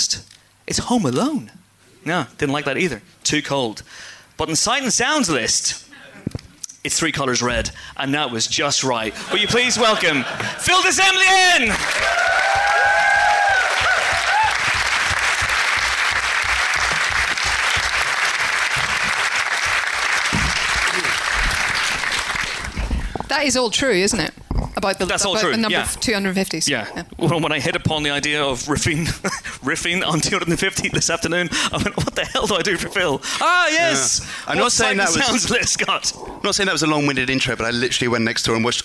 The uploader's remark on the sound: We're LIVE at the Prince Charles Cinema in London's Leicester Square. A sold-out crowd of pod-fans.